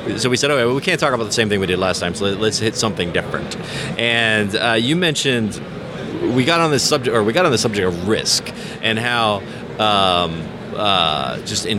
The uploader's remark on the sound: In the DeltaTek booth at the SPE ACTE 2022 conference. On location at ATCE with the DeltaTek team. In the DeltaTek booth at the SPE ACTE 2022 conference.